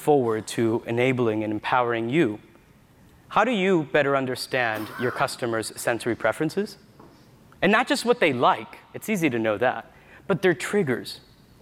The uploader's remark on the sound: We relive a session from the Retail Innovation Conference & Expo.